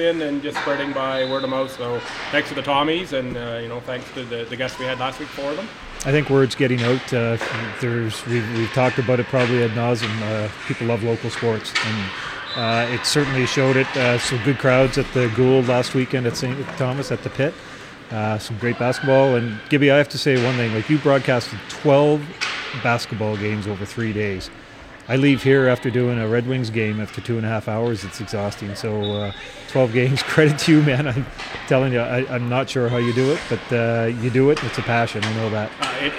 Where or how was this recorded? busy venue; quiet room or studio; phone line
busy venue